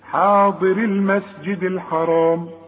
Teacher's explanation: وحوصل الياء بتلغى تماما، حاضر المسجد الحرام، يبقى الراء هي اللي بتثبت وتظهر انها مكسورة